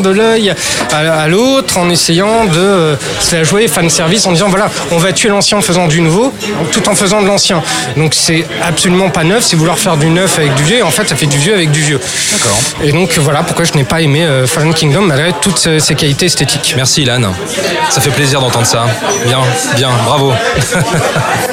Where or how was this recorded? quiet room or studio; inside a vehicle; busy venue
busy venue